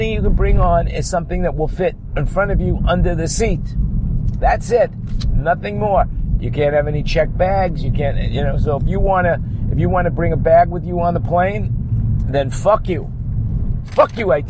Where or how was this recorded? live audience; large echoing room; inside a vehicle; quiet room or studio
inside a vehicle